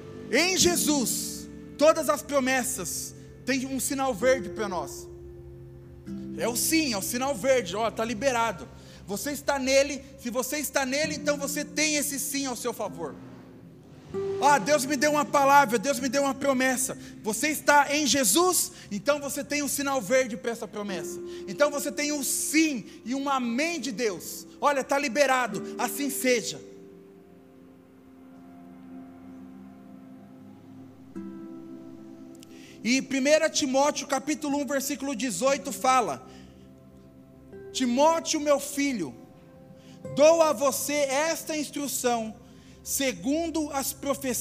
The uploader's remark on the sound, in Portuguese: Áudio do Culto de Domingo do dia 31/07/2022.